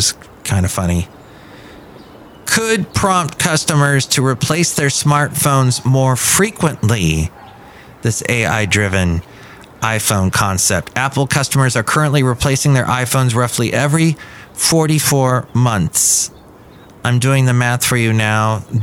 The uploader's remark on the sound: podcasts live from Café Anyway